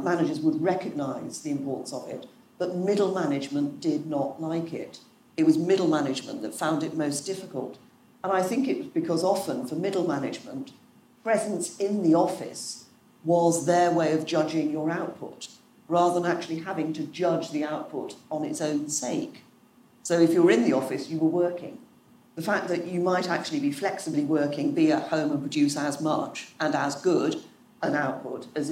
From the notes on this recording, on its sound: A recording from a live Global Institute for Women’s Leadership event held in London in the week of International Women’s Day, in partnership with Ipsos UK.